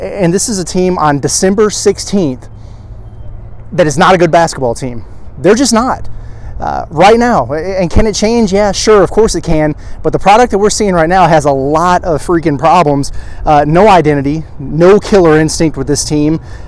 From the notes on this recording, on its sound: live reaction and takeaways outside Simmons Bank Arena